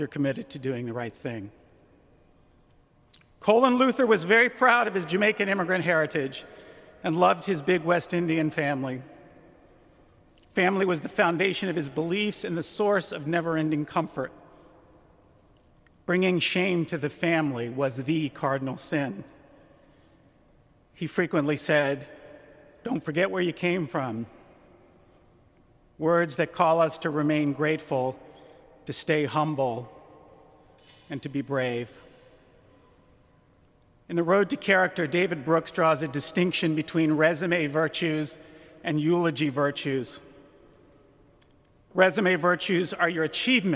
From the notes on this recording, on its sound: During a memorial service at Washington’s National Cathedral. During a memorial service at Washington’s National Cathedral.